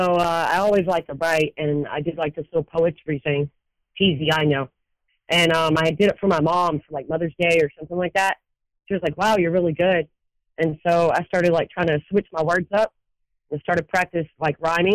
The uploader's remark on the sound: I recently sat down for a telephone interview